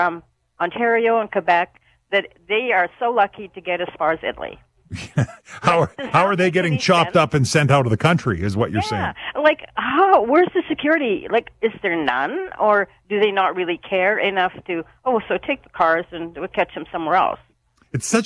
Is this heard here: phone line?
yes